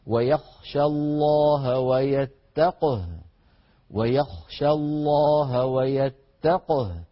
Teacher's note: تقه بقاف ساكنة بعدها هاء ساكنة · Term: الجمع بين الساكنين